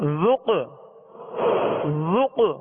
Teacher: اس میں قلقلہ ہوگا آواز میں جنبش ہوگی اور آواز لوٹتی ہوئی آئے گی ذوق ذوق زال کو نرمی سے پڑھنا ہے زال میں سیٹی